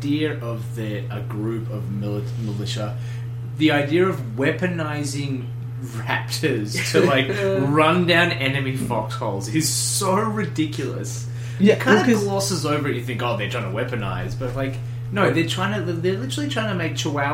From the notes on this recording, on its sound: Sorry about the humming...